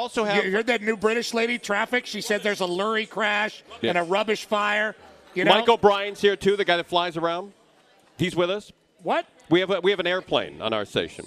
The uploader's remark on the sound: LIVE from The Breeders Cup at Santa Anita Park